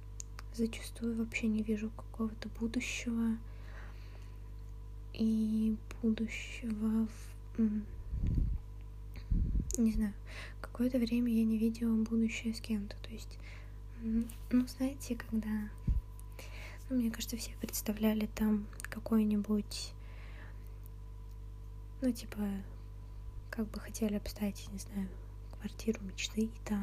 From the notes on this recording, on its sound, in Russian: Вышло очень тихо и с кучей шумов. Подкрутите звук немного погромче.